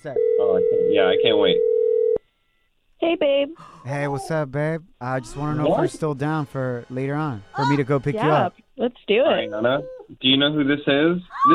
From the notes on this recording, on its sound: In today's show we opened up the phone lines and asked the listeners what they had to let go of doing for their partner.